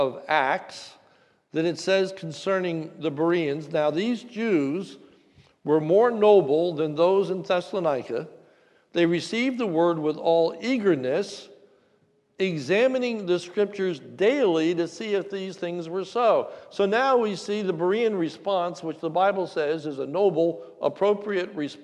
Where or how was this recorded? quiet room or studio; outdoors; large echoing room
large echoing room